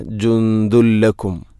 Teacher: ഇദ്ഗാം ബിലാഗുന്ന, തൻവീനിനെ ലാമിലേക്ക് കൂട്ടിലയിപ്പിക്കണം. അപ്പോൾ ആ നൂനിൻ്റെ ശബ്ദം കേൾക്കൂല, ജുന്ദുൻ എന്ന ശബ്ദമില്ല.